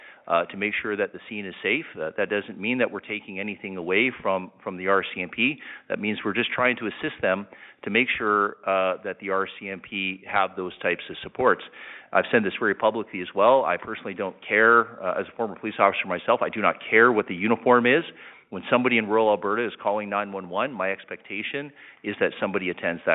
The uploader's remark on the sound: Interactive telephone town hall. Public Safety Telephone Town Hall (Rural Alberta).